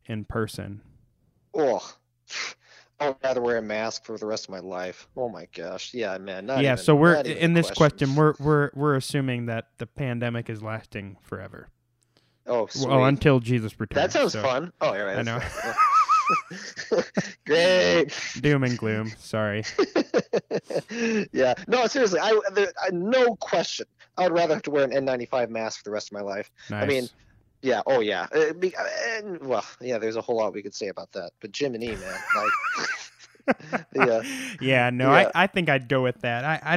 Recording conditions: phone line